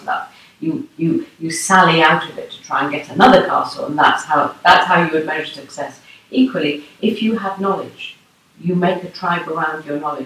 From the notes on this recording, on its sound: Thankfully, I was able to borrow a friend's microphone and made my way across the city to record this conversation. I hope you will forgive the slightly informal audio, I think what we talked about is worth turning up the volume a little bit for.